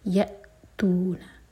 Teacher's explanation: हमजा पर cut off sound, लेकिन यहाँ पर कलकला नहीं होना चाहिए